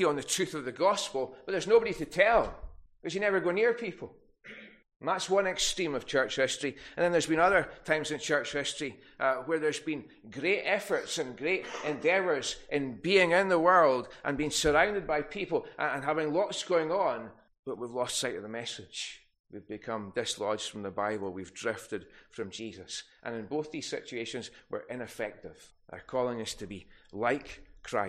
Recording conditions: large echoing room